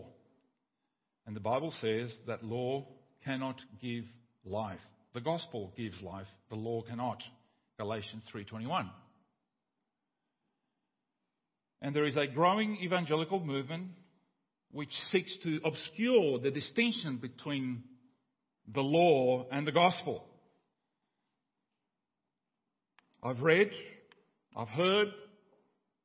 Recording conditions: large echoing room